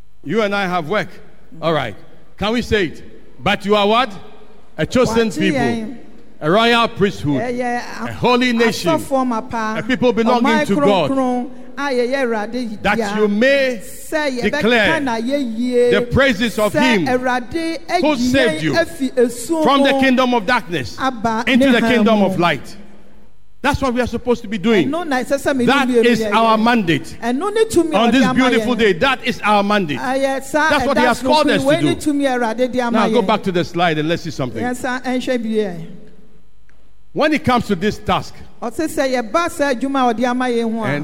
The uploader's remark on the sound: Sermon preached at CBC Adabraka/Shiashie Campuses.